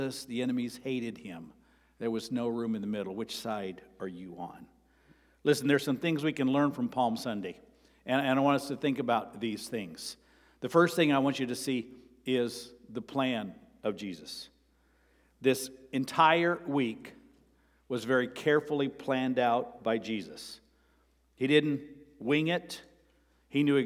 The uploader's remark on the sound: Sermon preached on April 2, 2023 (Palm Sunday) at Avondale Baptist Church.